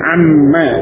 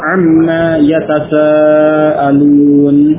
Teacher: nun sukun idgham pada huruf mim pada ma tersebut, sehingga menjadi amma dan alifnya hilang, ya, maka dibaca pendek amma, seperti yang terdapat dalam surah An-Naba ayat pertama, amma yatasaalun.